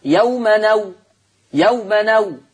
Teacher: يعني أحرك التنوين بحركة الهمزة فتبقى نون مفتوحة · Term: النقل